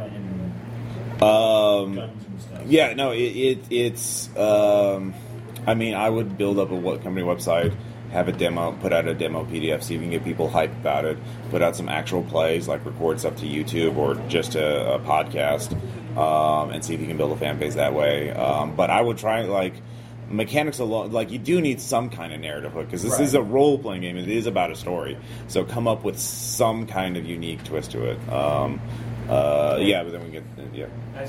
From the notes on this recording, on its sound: Indie Design the Chicken Salad Way at Gen Con 2015.